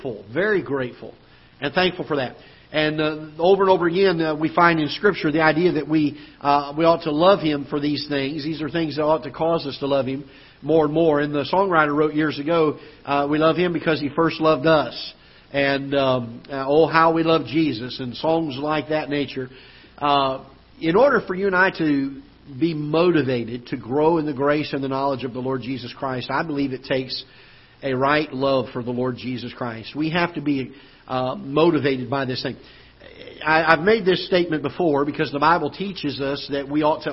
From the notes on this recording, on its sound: Ketha Heights Baptist Church ~ Live Broadcast.